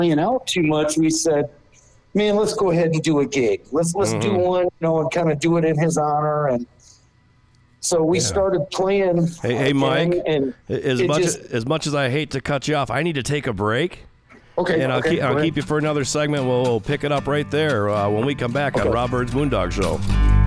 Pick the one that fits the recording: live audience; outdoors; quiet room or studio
outdoors